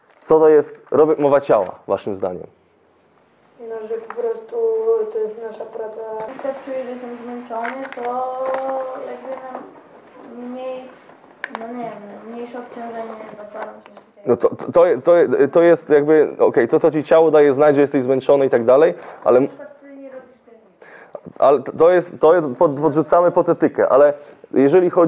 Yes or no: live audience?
yes